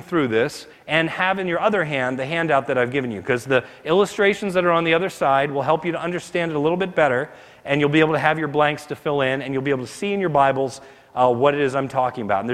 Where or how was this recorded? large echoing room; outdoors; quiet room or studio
large echoing room